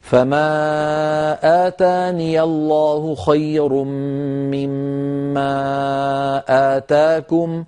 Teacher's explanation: الهمزات في كلمة آتاني وكلمة آتاكم ما عم تخرج محققة بسبب أنك لا تضغط على صوت الهمزة الضغط اللازم. فما آتاني الله خير مما آتاكم، هكذا تنطقها محققة بينة، والباقي جيد بارك الله فيك.